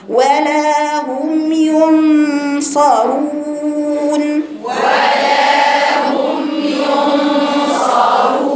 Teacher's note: والغنة انتبهي نون بعدها صاد، فالغنة مفخمة